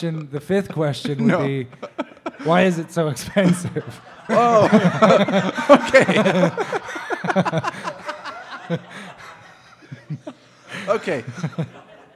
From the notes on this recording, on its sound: Live again from Humble Burger